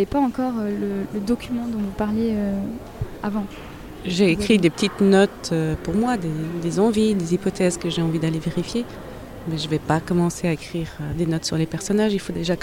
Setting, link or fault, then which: setting, busy venue